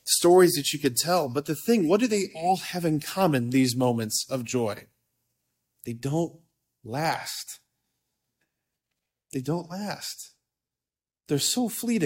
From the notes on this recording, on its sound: preached this homily on May 19, 2023 at a Date Night hosted at Sacred Heart of Jesus Catholic Church in Wadsworth, OH.